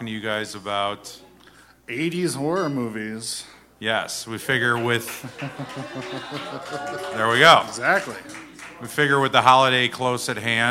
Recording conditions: live audience